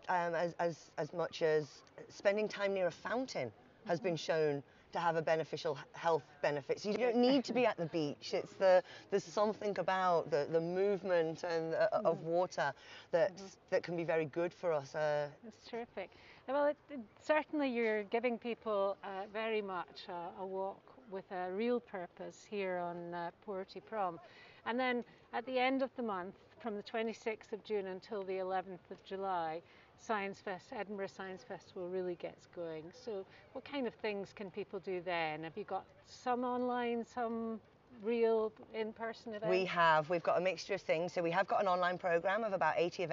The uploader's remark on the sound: We met her on Portobello Prom where there is a photography exhibition staged. It is called Human Nature and shows a range of work taking you on a photo journey round the world to see how humans connect with nature.